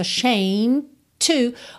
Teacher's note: quando eu iria fazer o D, eu já parto pro T de to, porque T e D são feitos no mesmo lugar, certo? E a gente já sabe que geralmente TT, DD, TD e DT, a gente junta num som só, ok?